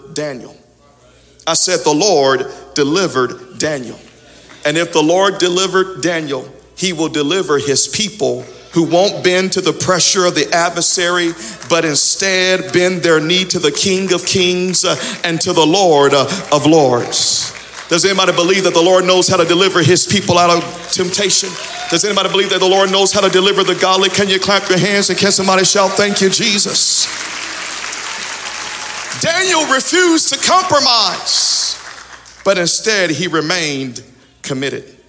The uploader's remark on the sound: Audio from Sunday 11/28/21 Worship Service